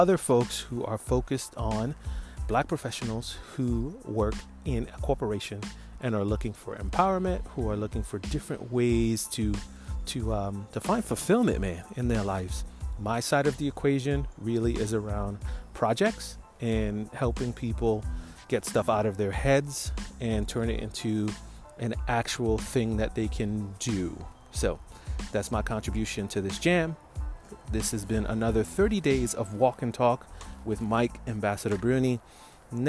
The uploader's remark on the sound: Walk & Talk